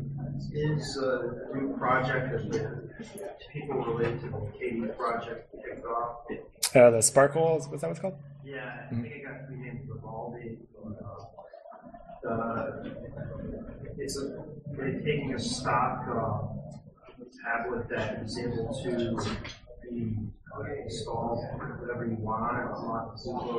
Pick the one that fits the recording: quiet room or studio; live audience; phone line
live audience